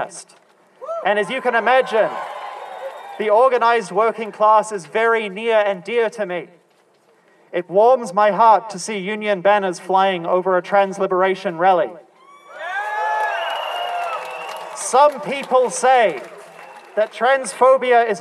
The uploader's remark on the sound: at the “Rally for Trans Acceptance and Reproductive Rights” in Wellington, New Zealand on 25 March 2023